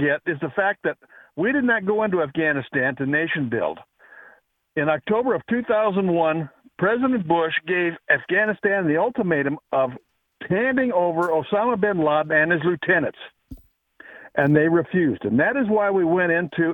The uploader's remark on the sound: Take Phone Calls From Military Listeners.